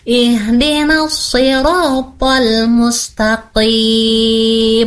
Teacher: huruf qaf nggak ada udaranya. Nggak kayak huruf k. Kalau huruf k dia ada udaranya, huruf qaf tidak ada udaranya.